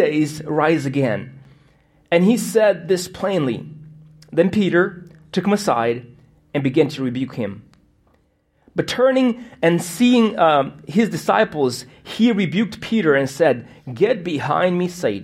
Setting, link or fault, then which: setting, large echoing room